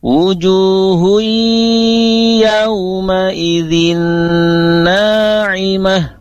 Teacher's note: Dan kemudian satu lagi untuk yang ayat 8-nya tadi, wujuhui, nah itu ditahan sebentar karena dia hukumnya idgham bigunnah, ada unsur gunnah di dalamnya. Nah, gunnah itu ditahan selama 2 rakaat atau 3 ketukan.